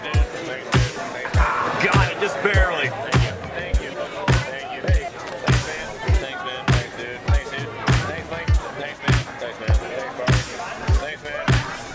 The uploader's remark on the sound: Recording from game at Brickside Bar and Grille, Bridgeport WV, Jan 2, 2021.